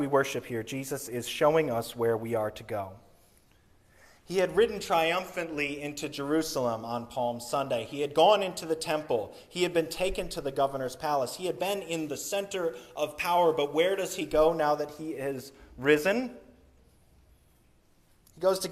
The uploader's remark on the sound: Sermon recorded on Easter Sunday, April 9, 2023.